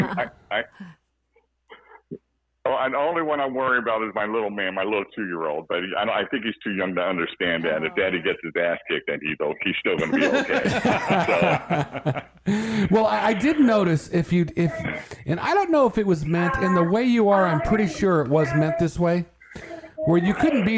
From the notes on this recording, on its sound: It’s phone call mania! Listener calls all morning breaking in the new mixing board!